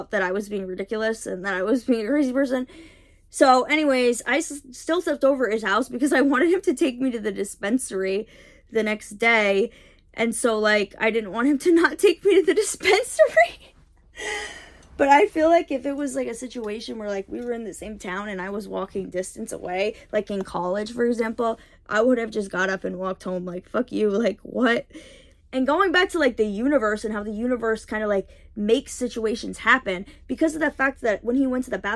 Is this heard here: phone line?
no